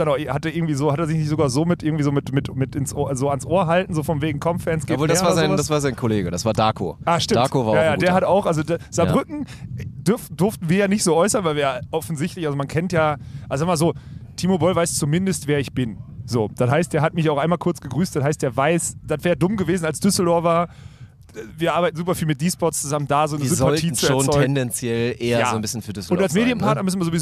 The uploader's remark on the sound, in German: Diese Episode haben wir brandheiß aus München während es Aufbaus bei der German Beach Tour aufgenommen.